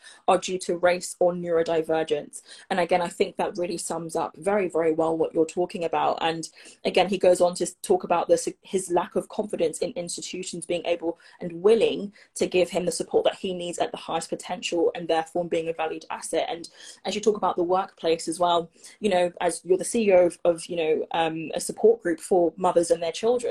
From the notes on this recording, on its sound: live and direct with Instagram listeners